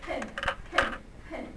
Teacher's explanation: You will, feel that there's a puff of air. · Term: aspiration